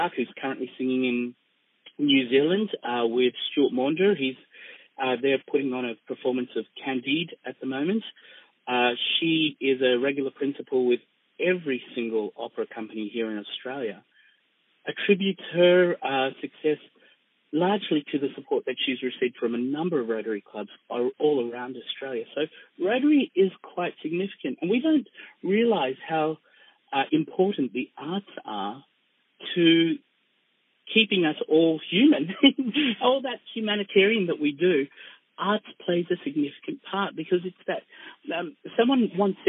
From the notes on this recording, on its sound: Telephone interview originally aired on 94.1FM 3WBC.